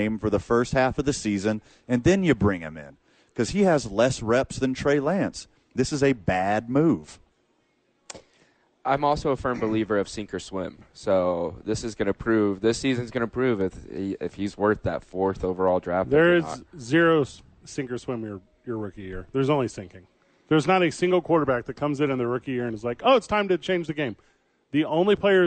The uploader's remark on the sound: live from the Albuquerque Duke Store